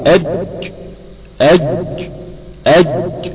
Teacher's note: هيرتفع وسط اللسان ليغلق منطقة غار الحنك الاعلى · Term: حرف انفجاري